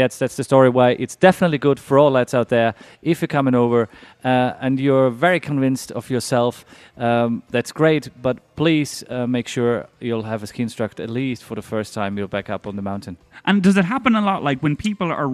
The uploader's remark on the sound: The show is live from the snowy slopes of Soll - Ireland's favourite ski destination, and one of Austria's top resorts.